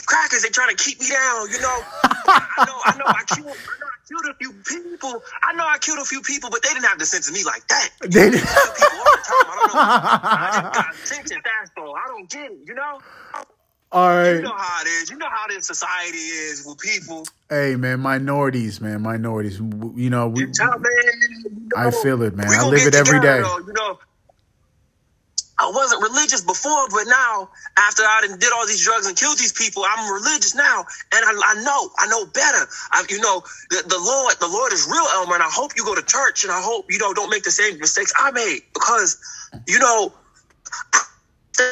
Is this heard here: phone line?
yes